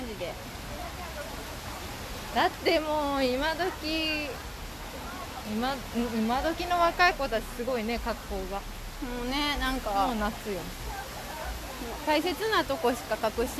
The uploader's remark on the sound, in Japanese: 屋外収録途中でなぜかコロナテストしに行く回w。